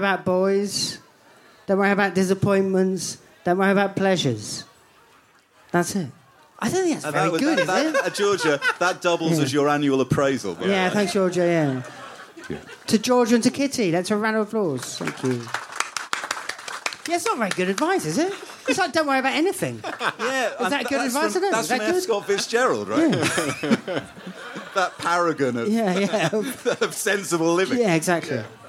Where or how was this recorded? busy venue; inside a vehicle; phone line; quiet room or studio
busy venue